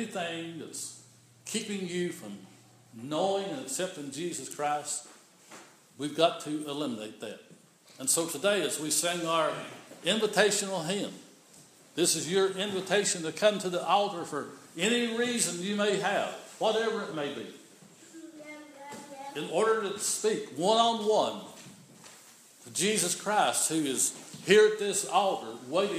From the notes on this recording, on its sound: This is an audio recording of the Sunday morning worship service at Persia United Methodist Church in Rogersville, TN on Sunday, December 13, 2015.